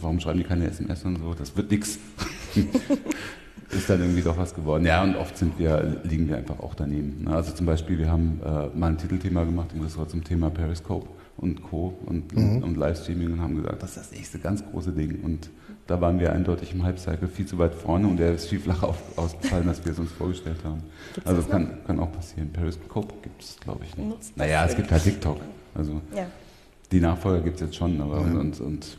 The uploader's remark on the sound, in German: Live vom 36C3